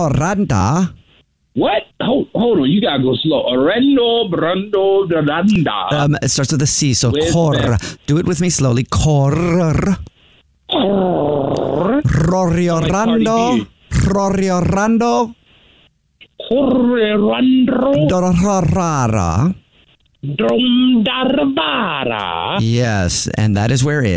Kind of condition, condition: link, phone line